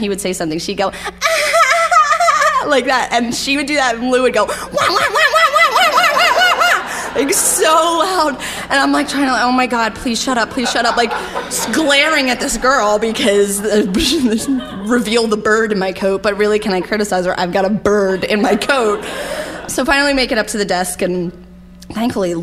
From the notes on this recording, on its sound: Live From Albany! Share stories at our live show at the Linda Theater in Albany.